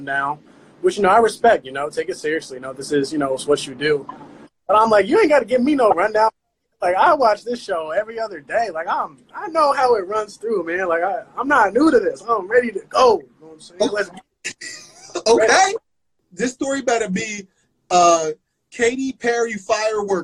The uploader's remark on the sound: Live on Instagram